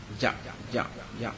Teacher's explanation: إذا كان طبعا نحن نقول إي، فهي حرف جوف بمعنى يعني ليس له مخرج معين، يعني تمشي مع الهواء تنسب، إن شئت جعلتها إي هكذا من غير، بخلاف الحرف الذي ينقطع عند مخرج معين، إذا حركت الياء يصير لها مخرج، فقلت جاء جاء فهي حرف شجري تخرج من وسط اللسان